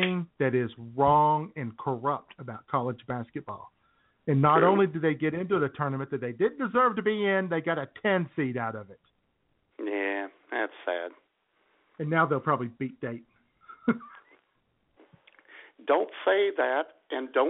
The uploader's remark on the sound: your phone calls